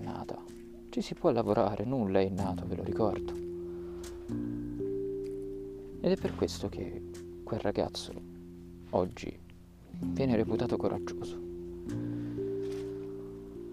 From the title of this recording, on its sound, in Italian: registrato al parco